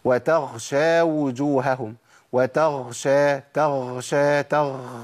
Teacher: النفس اللي طالع مع الغين ده بيبدلها بخاء على طول